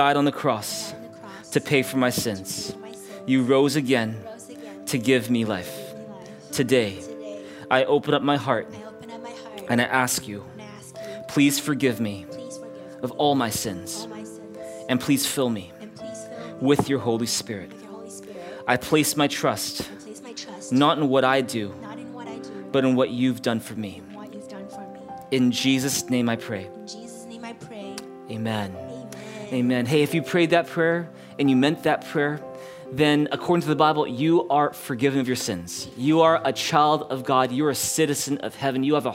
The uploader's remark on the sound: Streamed on January 9, 2022 at THRIVE Church Vancouver, Canada